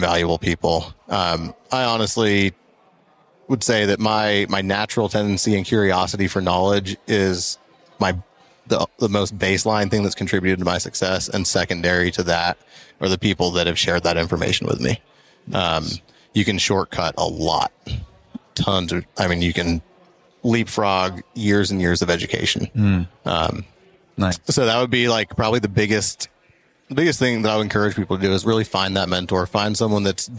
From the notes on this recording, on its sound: Pod-Row at Synkd LIVE in Atlanta